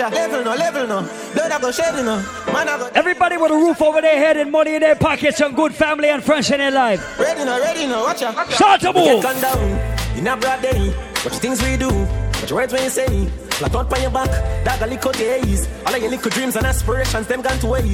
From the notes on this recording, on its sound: LIVE AT HENNESSY FRIDAYS AT BLVD IN NYC ON FEB 17th